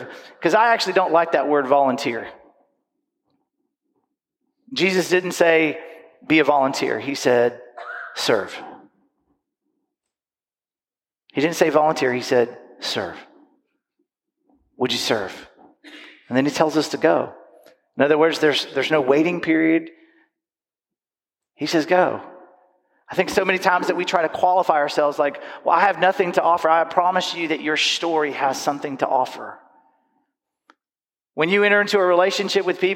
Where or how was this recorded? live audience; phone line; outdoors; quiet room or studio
live audience